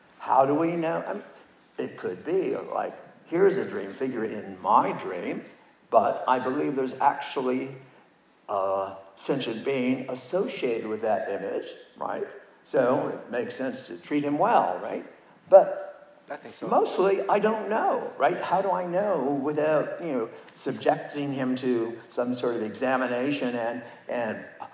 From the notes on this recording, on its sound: In a rare live interview conducted at the Sedona lucid dreaming retreat, October 2019. The recording was done on a smart phone, so pardon the quality.